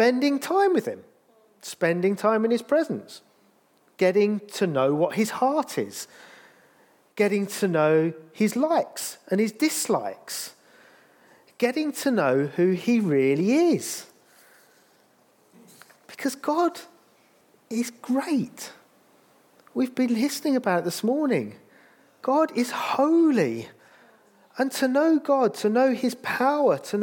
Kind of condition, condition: setting, large echoing room